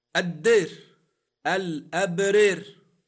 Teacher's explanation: لاحظ أن كلمة الدار نطقتها بالإمالة